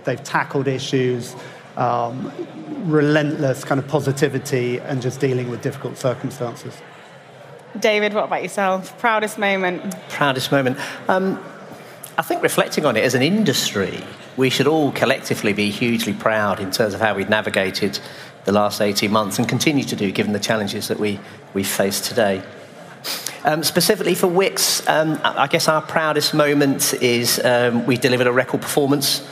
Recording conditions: busy venue